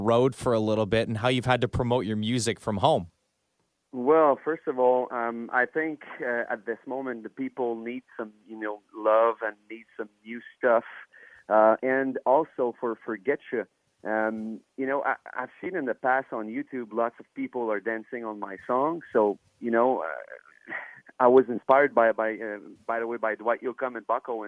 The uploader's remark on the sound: Over the phone.